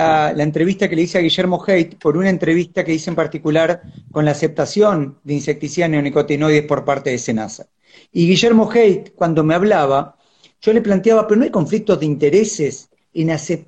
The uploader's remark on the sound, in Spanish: Audio de la charla en vivo por Instagram